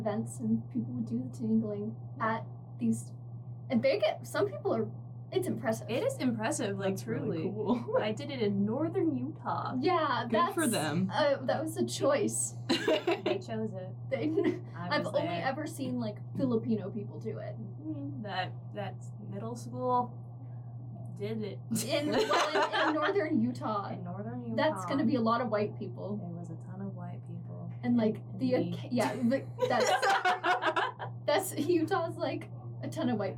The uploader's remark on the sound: The recording computer decided that it hated us today and the audio was recorded on the incorrect microphone, so the audio quality is a little subpar.